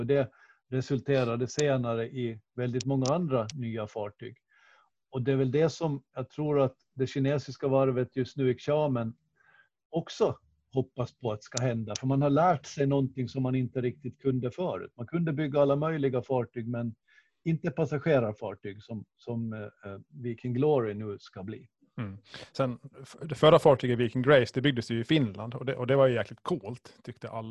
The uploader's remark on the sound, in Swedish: Avsnittet är inspelat genom Zoom, så ljudkvaliteten är lite sämre än vanligt.